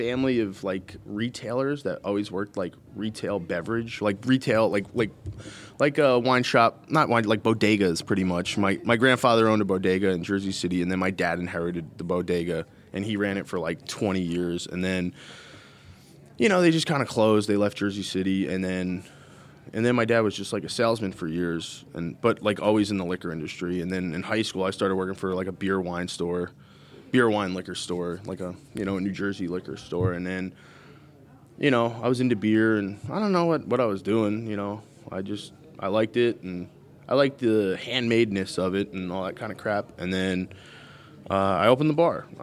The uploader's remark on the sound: caught up with him at the Cheesemakers’ Resource Conference in Lancaster County